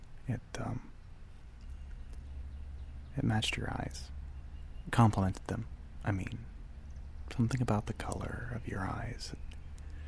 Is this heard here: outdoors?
yes